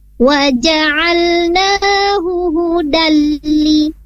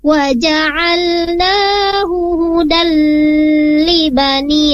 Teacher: tidak ada pemanjangan atau penahanan ketika tanwin bertemu lam, karena di sana hukumnya idgham bila gunna, langsung dimasukkan huruf lamnya. · Shown in: first take